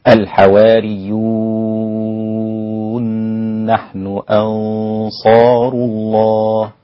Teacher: طيب انا عندي واو ماديه والنون دخلت في النون بقى حرف واحد مشدد، يبقى واو مادية بعدها حرف مشدد · Term: الإدغام الكبير